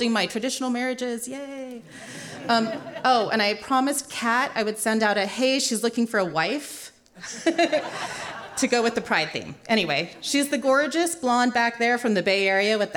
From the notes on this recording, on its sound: Told live on stage and without notes.